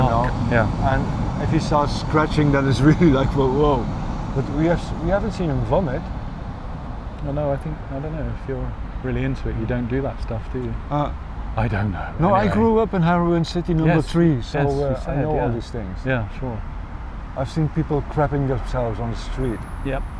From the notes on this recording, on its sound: Radio On Berlin. Sat down in the junkie park right outside the Radio On studio in Kreuzberg. Amidst traffic noises, sirens, u-bahn traffic and butterflies fluttering around. Homeless wasps annoying people eating cakes. Against a background of eternal traffic noises.